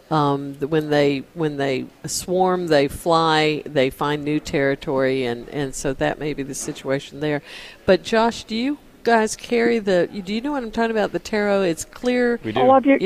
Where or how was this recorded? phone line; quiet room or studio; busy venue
busy venue